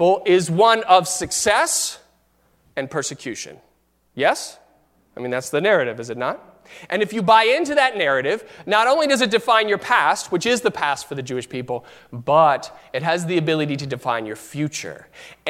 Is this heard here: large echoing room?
yes